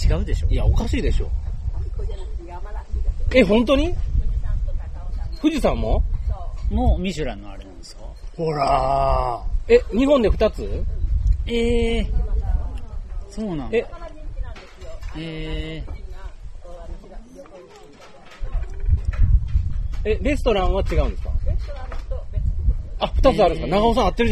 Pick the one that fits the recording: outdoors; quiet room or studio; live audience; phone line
outdoors